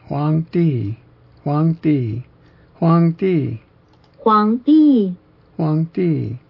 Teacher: It's an upward followed by a downward descent of pitch.